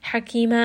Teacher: ha is going to be from the middle of the throat.